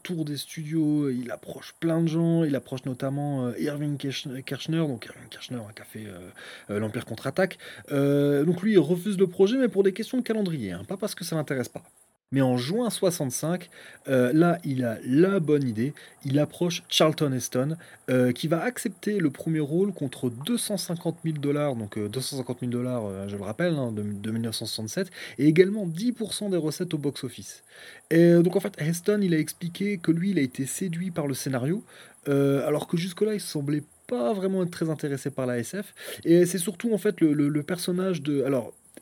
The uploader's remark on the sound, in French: Cet épisode a été enregistré en plein air, histoire de profiter des grillons et du son du clocher en terme d'ambiance sonore. Dès lors que l'on débute un enregistrement en extérieur, des promeneurs bruyants déboulent d'on ne sait où et des deux roues tonitruants arrivent de partout.